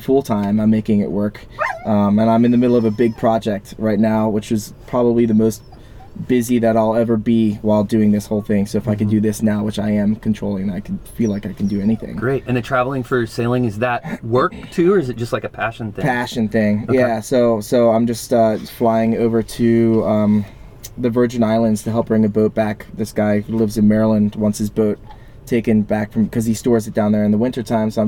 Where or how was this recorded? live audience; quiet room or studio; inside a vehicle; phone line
inside a vehicle